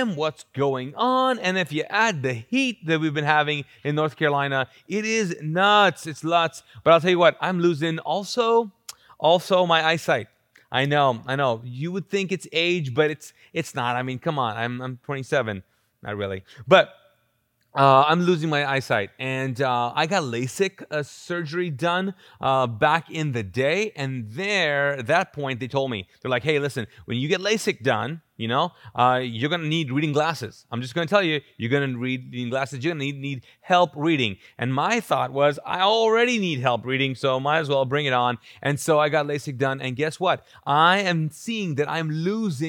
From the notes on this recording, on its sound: This podcast was recorded live from the Mosaic Church "Hope Center" in Charlotte North Carolina.